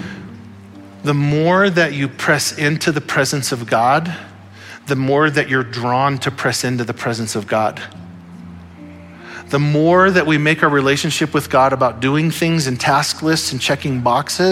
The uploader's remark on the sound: Audio file of the Sunday Morning Sermon.